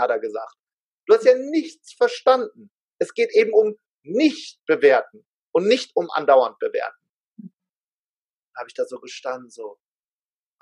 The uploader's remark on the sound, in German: er war live und in Farbe mit mir im Zoom